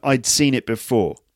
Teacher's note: You can't hear the D, the had, can you? It's not I had seen it before, but I'd seen it before.